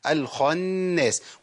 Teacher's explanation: الخناس ده تفخيم النون طبعا ما ينفعش لان النون عندي مرققه